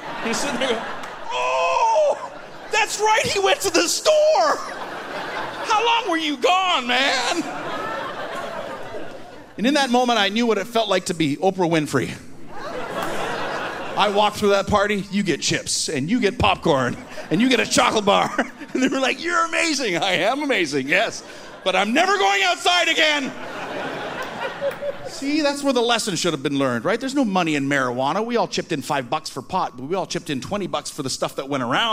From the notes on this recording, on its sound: From the Winnipeg comedy festival